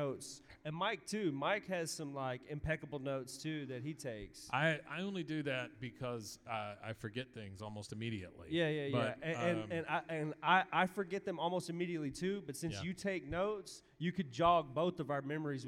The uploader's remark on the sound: Rogue Con '23 Live Show